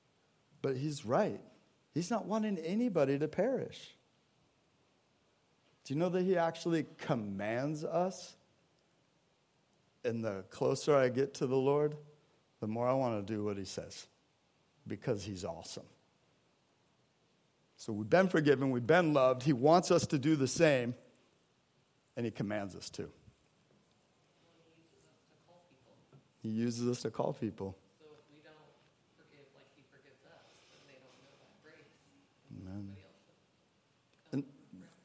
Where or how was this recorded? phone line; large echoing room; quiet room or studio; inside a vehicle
large echoing room